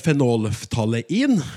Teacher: Altså et stoff man kan tilsette en væskeløsning for å, basert på fargereaksjon, avgjøre om denne er sur eller basisk, skriven Men så til uttalen navnet på den indikatoren det var snakk om her, nemlig at bokstavkombinasjonen ei ikke skal uttales som diftong, men som to separate vokaler